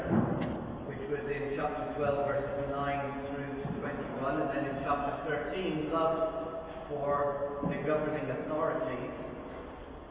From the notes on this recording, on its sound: Very Poor Audio